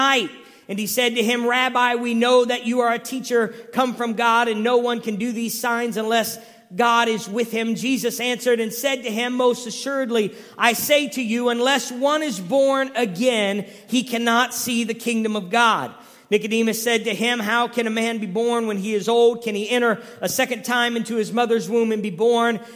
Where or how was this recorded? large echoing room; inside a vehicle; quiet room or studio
large echoing room